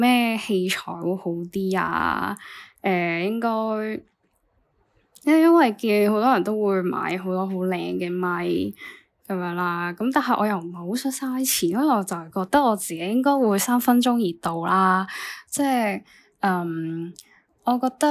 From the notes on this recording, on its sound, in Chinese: 求其打完大綱就拎部 iPhone錄音